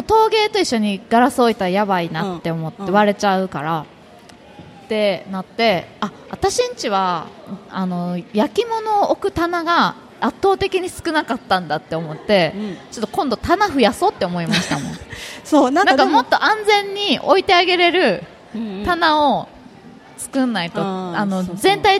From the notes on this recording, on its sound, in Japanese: 楽しく公開収録。鳥取県倉吉市発。